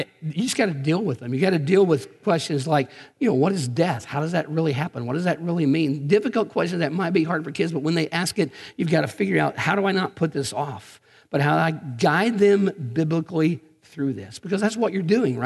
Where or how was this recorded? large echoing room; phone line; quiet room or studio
large echoing room